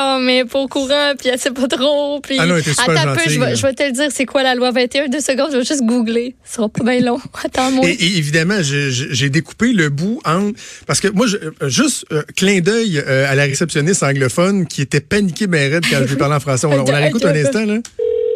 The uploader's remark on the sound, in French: téléphone au parlement manitobain